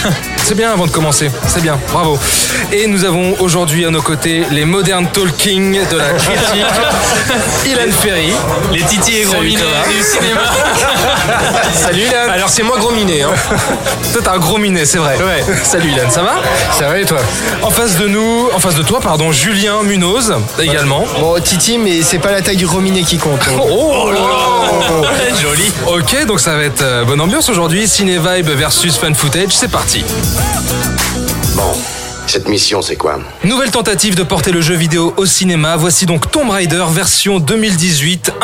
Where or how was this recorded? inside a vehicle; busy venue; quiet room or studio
busy venue